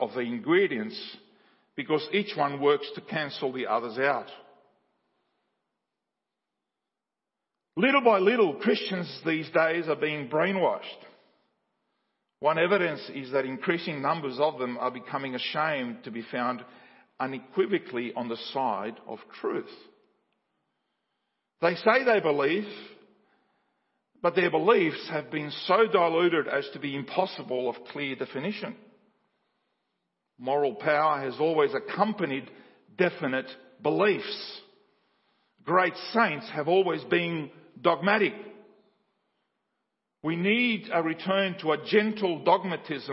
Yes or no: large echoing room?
yes